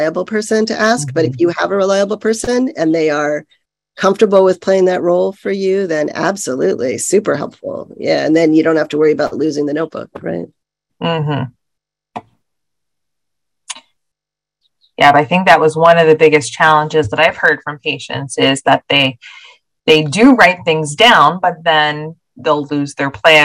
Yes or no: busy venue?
no